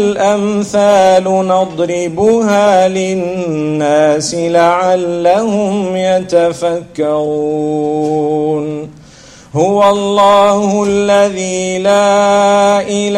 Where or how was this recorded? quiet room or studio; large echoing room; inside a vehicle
large echoing room